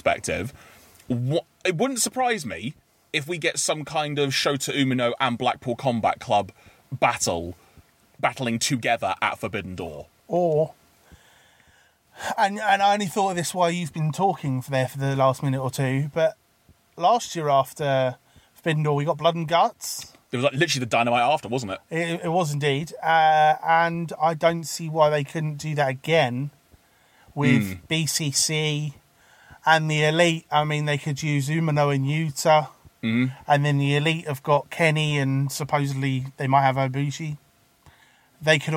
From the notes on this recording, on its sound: gather in the car studio